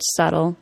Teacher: The letter T of the word subtle is not pronounced as a true T sound. It's pronounced as a quick D sound. Remember, this change happens to the T sound when it occurs after a vowel or R sound and before a vowel, R sound, or L sound.